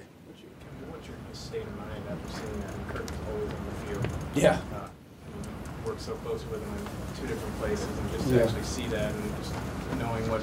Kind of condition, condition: setting, busy venue